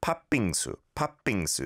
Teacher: There's no separate t sound after the 팥.